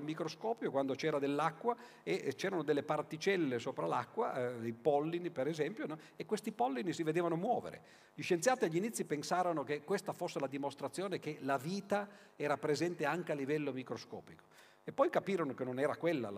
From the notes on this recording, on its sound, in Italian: Registrato al Festival della Letteratura di Mantova il 7 settembre 2013